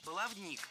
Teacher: В этом слове ударение ставим на третий слог – баловник.